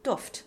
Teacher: Since the root of duft is duft, which means scent or fragrance, the FT are both the end of that syllable, so we have a short vowel, U. Duft, the cookie vowel.